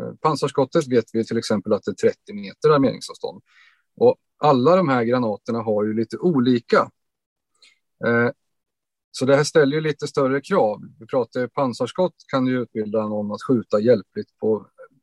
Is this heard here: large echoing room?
no